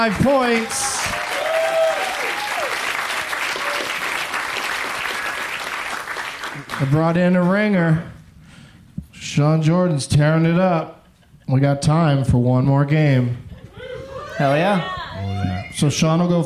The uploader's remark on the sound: Live from Cap City in Austin